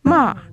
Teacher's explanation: The fourth tone, which is a rapid downward gliss